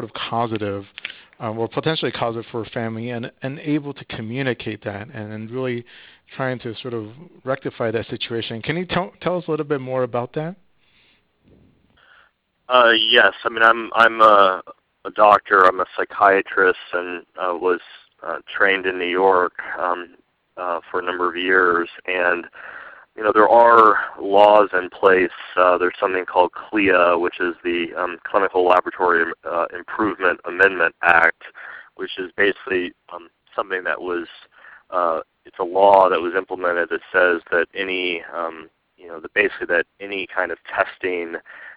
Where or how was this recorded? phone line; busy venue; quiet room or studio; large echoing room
phone line